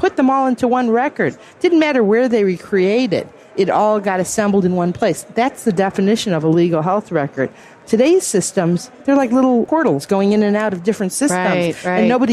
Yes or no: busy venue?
yes